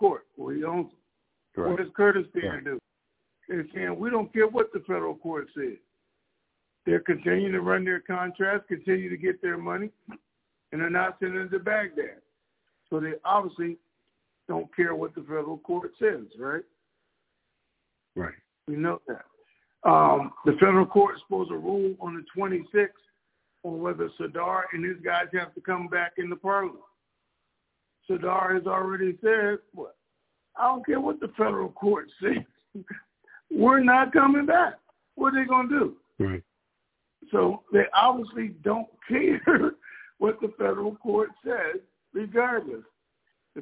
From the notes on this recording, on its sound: TNTSuperfantastic Conference Call.